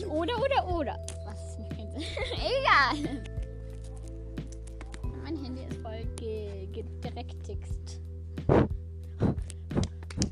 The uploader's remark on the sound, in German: Heute sind wir endlich wieder zusammen beim Aufnehmen!! Allerdings nur draußen, weswegen die Tonqualität nicht so super ist...